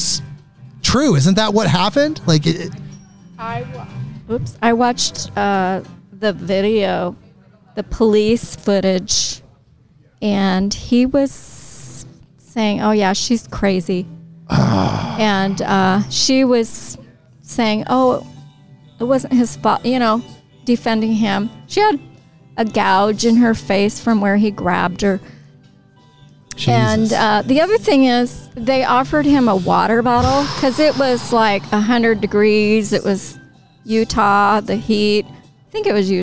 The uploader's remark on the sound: In this episode I record live at the haunted White Eagle Saloon in Portland, Or.